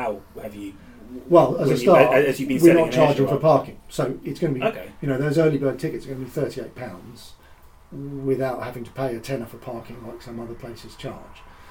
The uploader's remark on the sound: The UKAR Podcast team travelled to Sywell Aerodrome in Northamptonshire. Sadly, a technical issue meant the audio on this episode wasn't perfect.